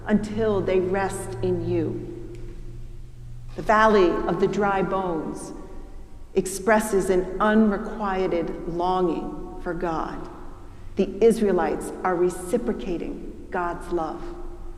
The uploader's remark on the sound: preached at the celebration of the Holy Eucharist on the Fifth Sunday in Lent